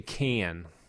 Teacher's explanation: And she said, well, you say can, you know, with that, and that's called the raised A, and that's part of the Northern City's vowel shift